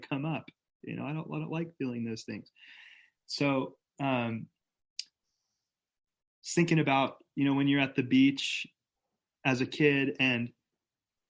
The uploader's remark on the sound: Believers Church’s ZOOM Q&A.